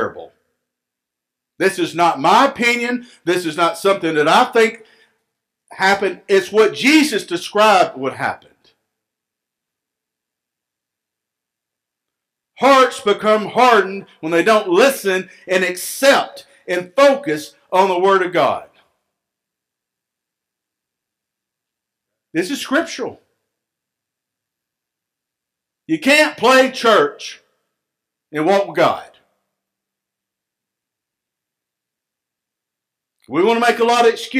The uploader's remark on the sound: Recorded live at Freedom Fellowship Church in Tontitown, Arkansas on Sunday, March 21, 2021.